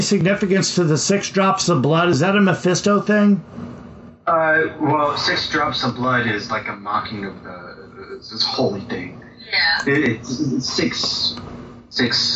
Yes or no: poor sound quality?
yes